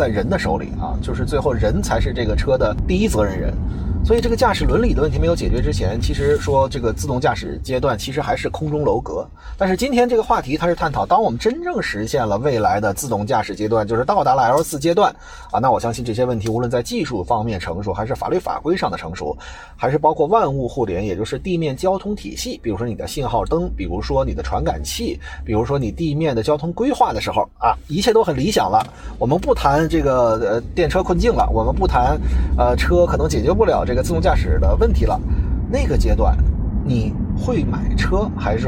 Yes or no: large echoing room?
no